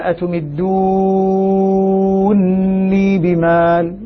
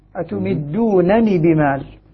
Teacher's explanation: قرأ حمزة بإدغام نون رفع الفعل في نون الوقاية · Shown in: first take